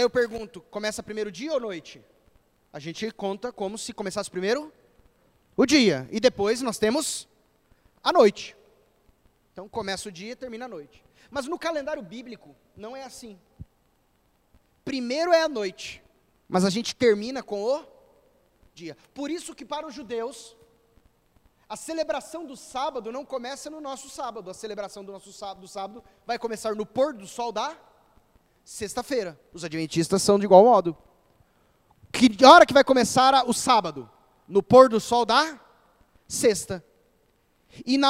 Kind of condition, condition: setting, large echoing room